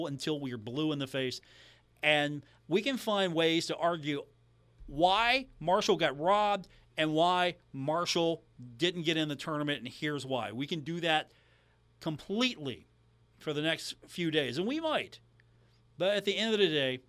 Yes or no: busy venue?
no